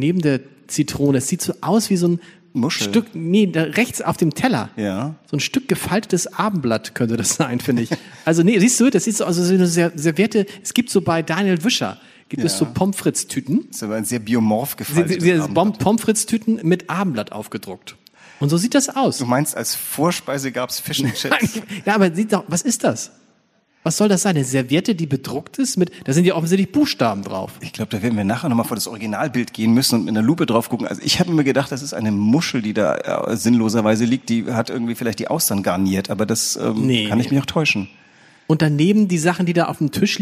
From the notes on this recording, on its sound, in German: Zur Podcast-Premiere vor Publikum in der Kunsthalle.